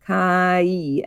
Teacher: the mouth opens first, like it does for that ah sound, kai, and then it goes to this much tighter sound with the jaw closed up and the teeth closed together, and the mouth is no longer open like an O, it's kind of like squeezed together like E, like a smile. · Term: diphthong